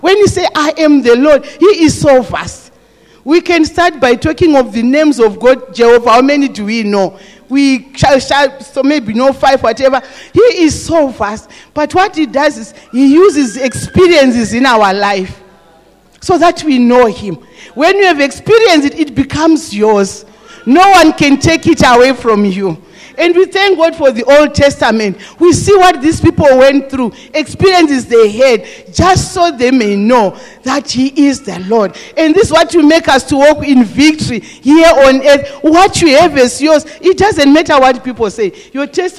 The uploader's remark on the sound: This message was preached in the morning at GTCFC City Campus